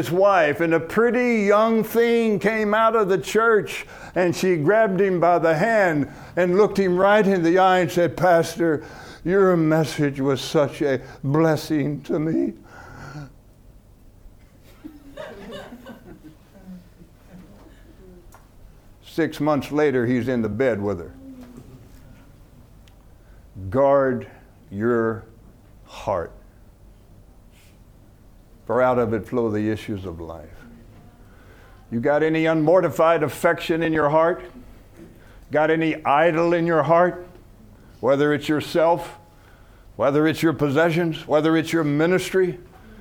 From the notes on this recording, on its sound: From the HeartCry Asia Conference 2023.